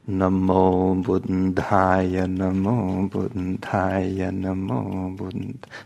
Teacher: And the long syllables are exactly twice the length of time as the short ones. So it leads to this rhythm of Namo Buddhaya, Namo Buddhaya, Namo Buddhaya.